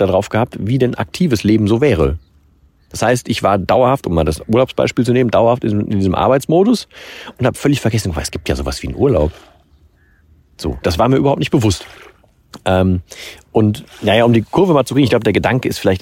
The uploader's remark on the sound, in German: in dieser Folge vom Strand